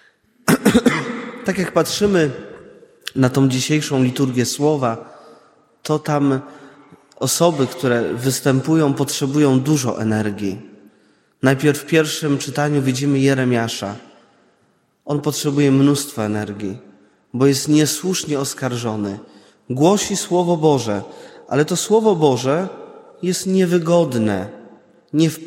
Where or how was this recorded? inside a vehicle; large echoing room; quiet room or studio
large echoing room